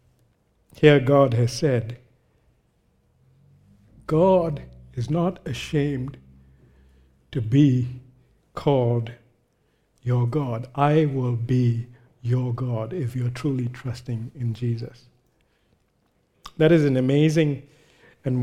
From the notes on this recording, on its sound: recorded live at Grace Community Bible Church